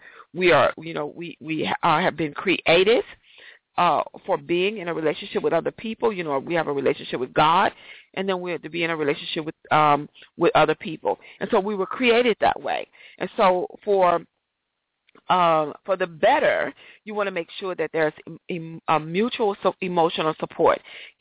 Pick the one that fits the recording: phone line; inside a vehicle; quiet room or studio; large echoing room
phone line